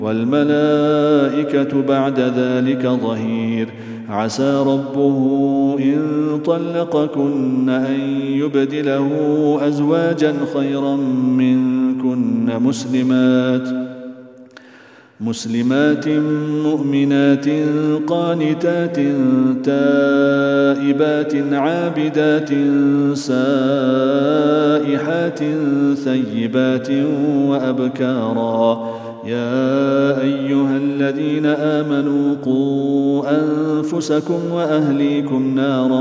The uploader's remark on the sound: at the Houghton Masjid (West Street)